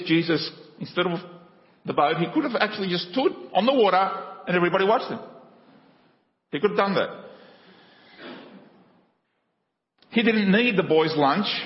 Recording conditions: large echoing room